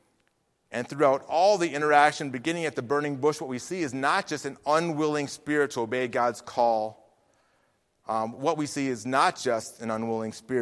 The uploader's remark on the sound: Faith Baptist Church in Hamilton, NJ.